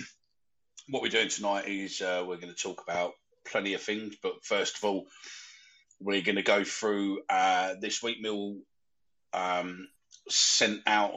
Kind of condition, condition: link, video call